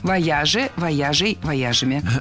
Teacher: Правильный вариант – вояжей. Ударение всегда сохраняем на «я» во втором слоге.